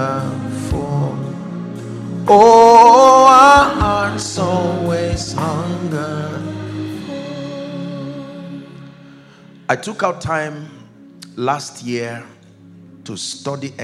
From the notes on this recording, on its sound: The first day of the 6th Annual International Prayer Conference